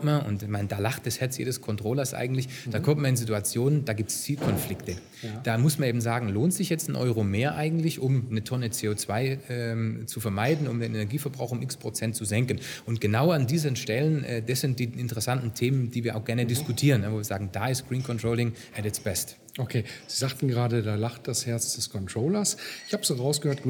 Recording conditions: busy venue